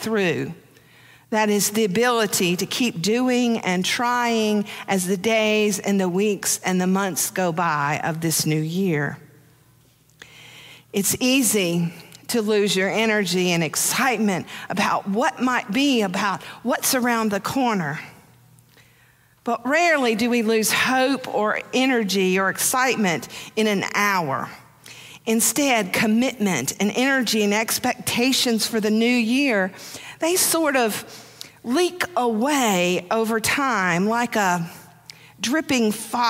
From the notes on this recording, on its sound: Preached on January 1, 2023, for our New Year's Day Worship Service.